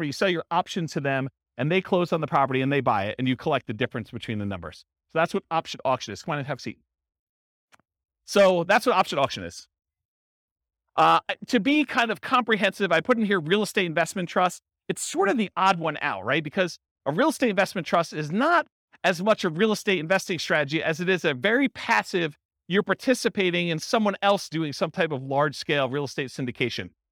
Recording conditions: live audience